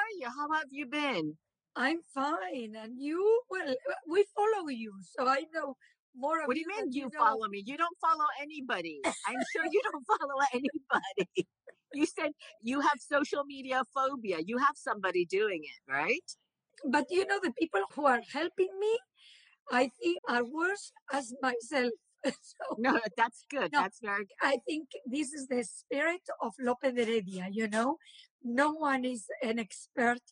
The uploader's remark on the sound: recorded on instalive during the pandemic